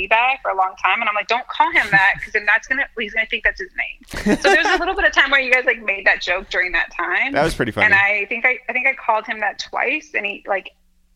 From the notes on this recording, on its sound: we make calls from our Upper West Side apartment